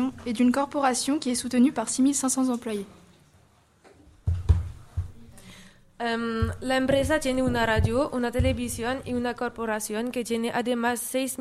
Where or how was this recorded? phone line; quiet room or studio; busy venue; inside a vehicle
busy venue